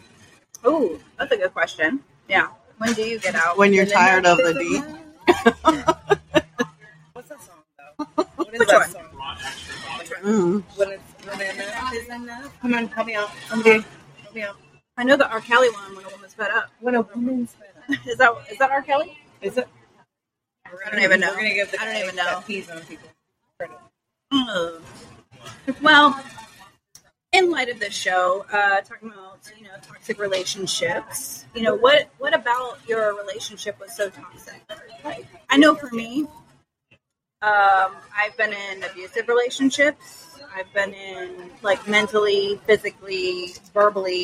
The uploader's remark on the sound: FB LIVE from Gatlin Hall Brewing. We are FB live for this episode of FML Shenanigans. LIVE at #gatlinhallbrewing #orlando.